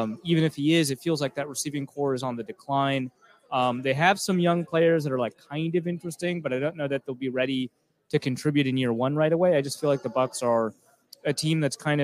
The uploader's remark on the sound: LIVE at Lake Monster Brewing